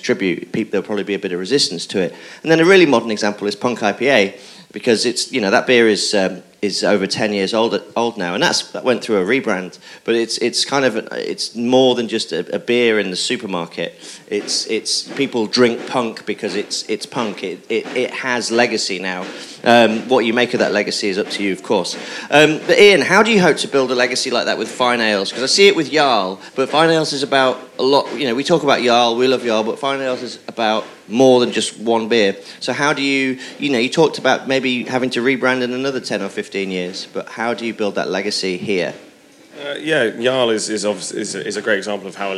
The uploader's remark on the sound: FyneFest 2019. I’m joined on this panel by three people. Apologies for a little background noise, this was recorded at a festival heading well into the livelier portion of its afternoon.